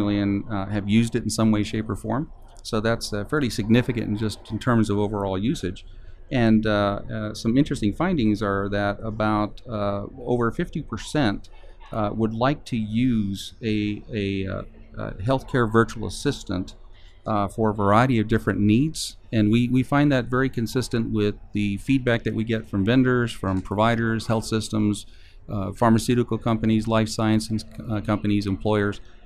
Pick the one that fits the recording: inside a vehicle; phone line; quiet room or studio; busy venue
busy venue